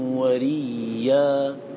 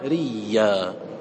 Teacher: أبدل من الهمزة ياء، فقال ريا أبدل ياء لأن قبلها كسرة، ثم أدغم الياء في الياء · Shown in: second take · Term: الإدغام